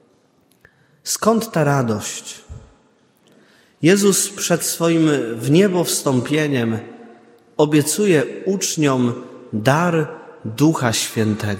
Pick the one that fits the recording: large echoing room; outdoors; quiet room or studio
large echoing room